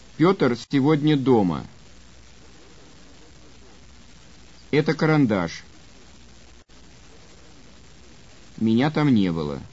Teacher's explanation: In each of the above sentences, the intonation is downward or falling. · Term: Falling Intonation